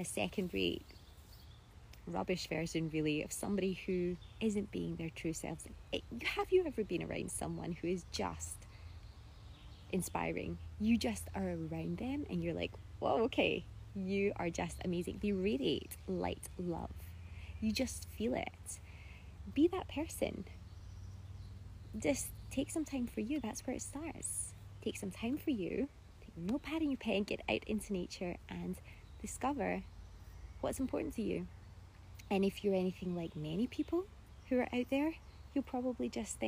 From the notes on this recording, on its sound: This episode was taken from an IG live